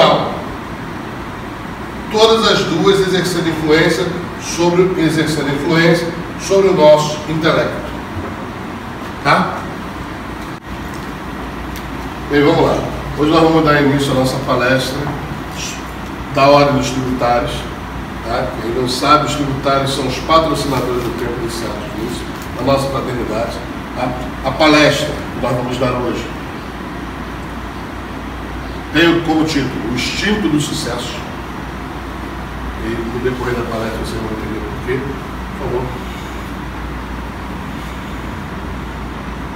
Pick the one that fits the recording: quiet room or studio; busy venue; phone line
busy venue